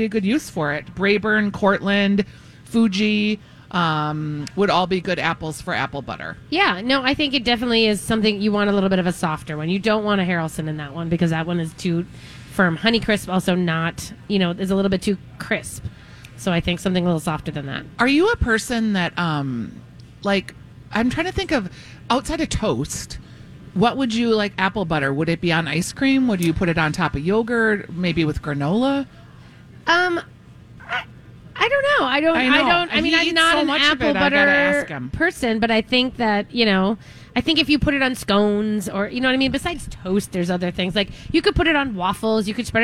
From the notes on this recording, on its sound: All while live at Kowalski's Market in Eden Prairie!